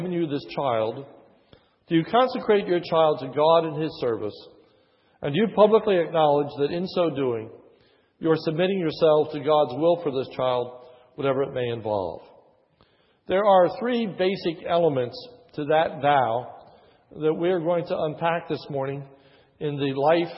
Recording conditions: large echoing room